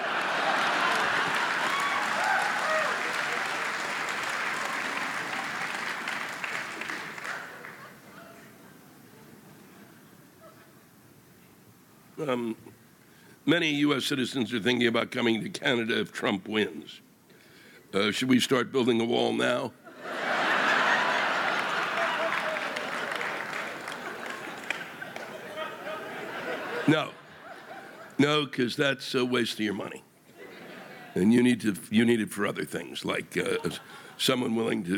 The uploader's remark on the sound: This week’s live rant come from the Hard Rock Casino in Vancouver, British Columbia, Canada.